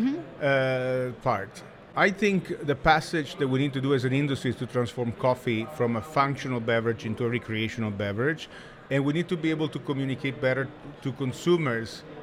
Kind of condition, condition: setting, busy venue